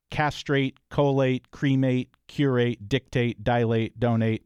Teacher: So all of those have the stress on the first syllable for Americans, and these are all two syllable words, but they're again verbs.